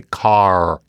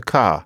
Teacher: there used to be an R, but then, especially by the beginning of the 1800s, that was gone · Shown in: second take